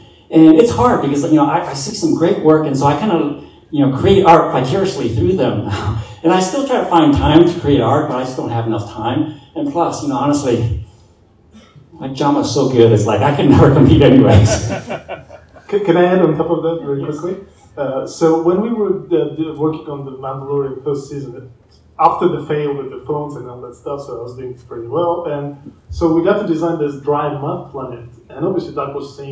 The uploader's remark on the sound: Star Wars Celebration Europe 2023 Panel. Raw recording. Saturday panel from Star Wars Celebration Europe 2023.